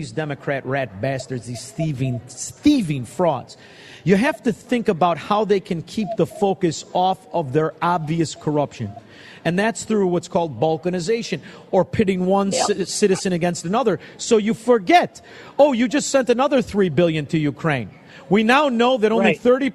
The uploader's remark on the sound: broadcasts LIVE from the World Premiere of Uncle Tom II